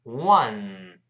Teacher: the matter with thisone？This one 就是 thismattress，就这个床垫怎么了呢？注意那个 THIS 读成 this。th 发还是舌头吐出来一丁丁点儿，声带震动。后面 thisone 不要读 one，有人读 one twothree，不对啊，不是 one，是 wa，双唇碰撞再分开，然后发 an，再走鼻音 one，而不是 one，这个声音往后走一点啊。我们慢慢读一下这句话：What's the matter with thisone？What's the matter with thisone？好，我们快一点。What's the matter